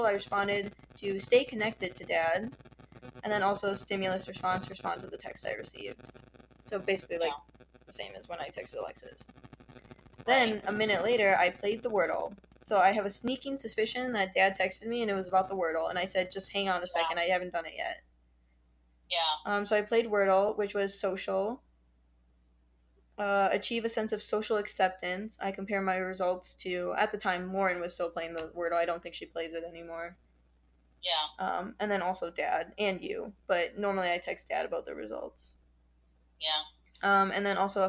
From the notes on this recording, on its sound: The audio is really annoying on this one.